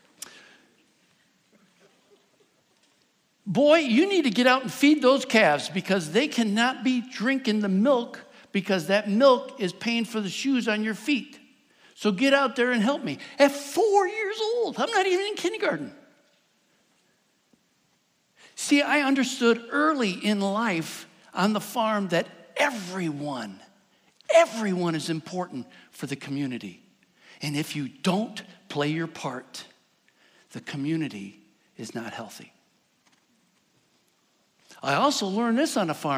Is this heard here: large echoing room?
yes